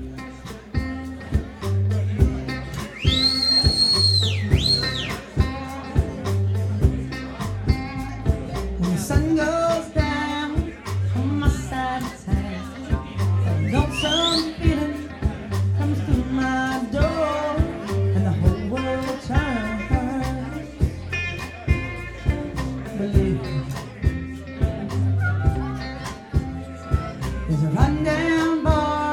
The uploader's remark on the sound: live at BJ's